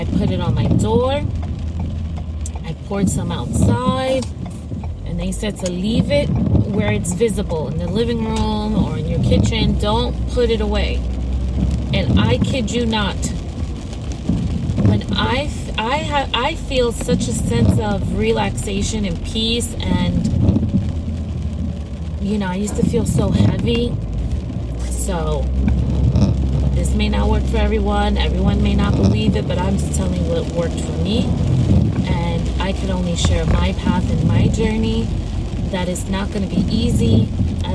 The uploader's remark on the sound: from the driver's seat of my car